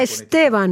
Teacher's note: gli spagnoli sono messi molto peggio di noi, non riescono a dire la st a inizio parola e devono sempre metterci davanti e